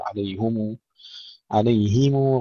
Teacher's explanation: المحافظة على كسر الهاء مع الصلة عليهم، لا نستعجل ضم الميم فنضم الهاء أيضا، نقول عليهم عليهم غير المغضوب عليهم ولا الضالين.